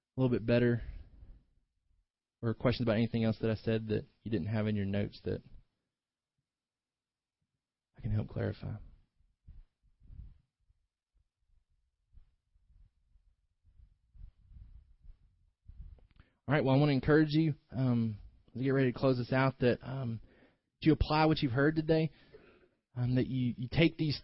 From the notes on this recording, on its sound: delivered this morning's sermon